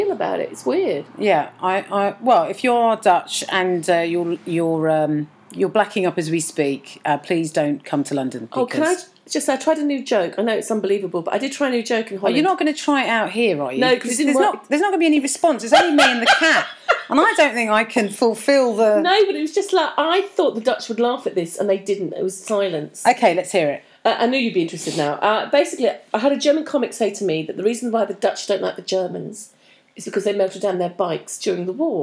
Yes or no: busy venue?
no